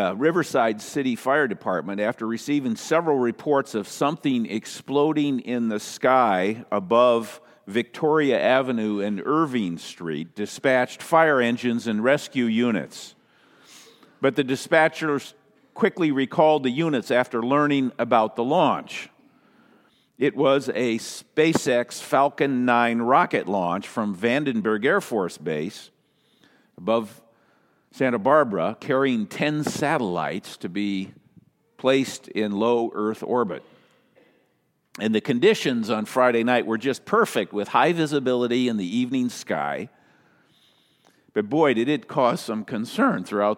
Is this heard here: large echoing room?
yes